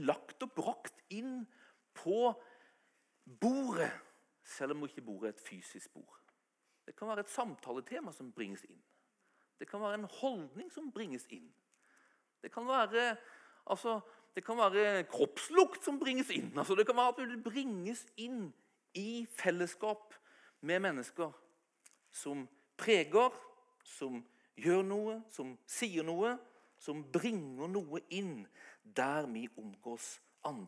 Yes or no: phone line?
no